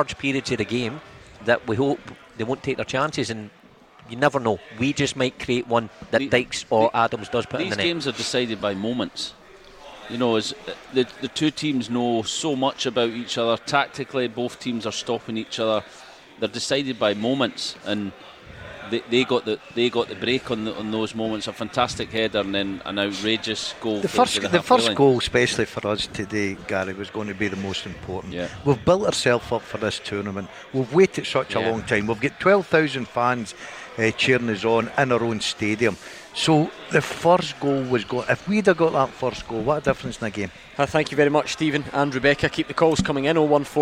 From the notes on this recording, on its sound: Live from Scotland HQ at Drygate Brewery.